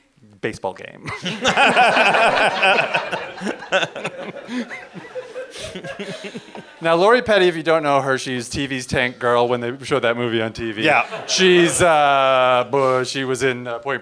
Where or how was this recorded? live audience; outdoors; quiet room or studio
live audience